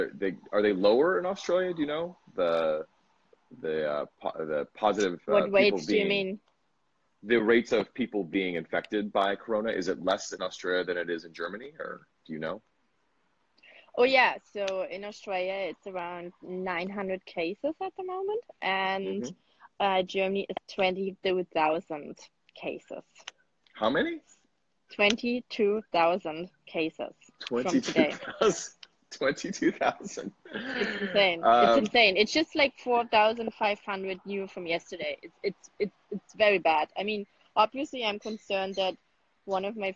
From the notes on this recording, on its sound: I did an Instagram Live and interviewed a friend